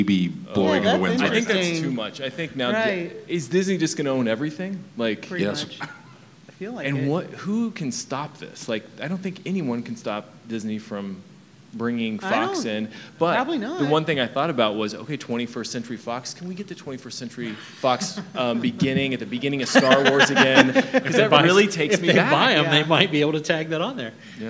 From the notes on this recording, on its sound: Invited us to record a live podcast. Last month we had the opportunity to join in on a panel at Kansas City Comic Con with the hosts of A Gal & A Gay podcast.